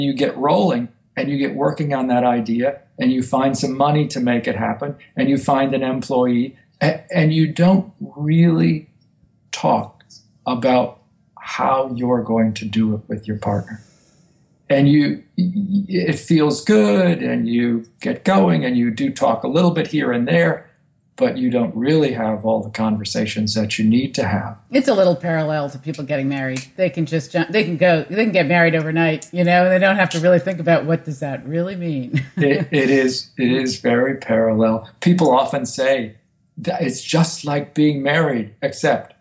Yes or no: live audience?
no